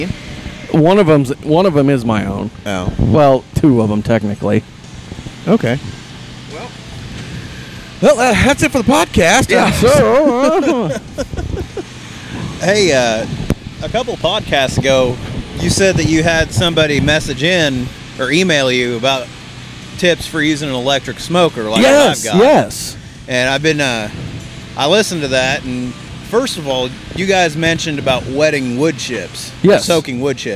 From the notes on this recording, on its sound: Live from the AFPD BBQ Fundraiser. We were live at a BBQ Competition.